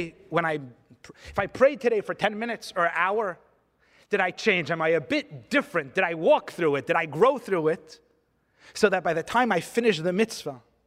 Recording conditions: live audience